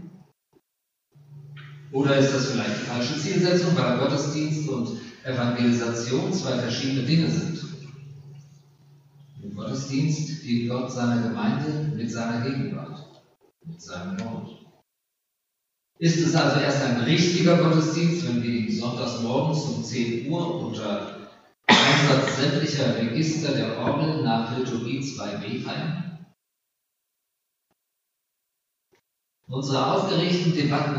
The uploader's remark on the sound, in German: Aufgezeichnet im Gottesdienst zum Pfingstmontag Ev. Melanchthongemeinde Griesheim.